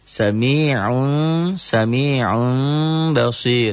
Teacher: Bu-nya matobi'i, bam-nya nun mati ketemu ba, iklab. Iklab itu bunyi M tapi samar.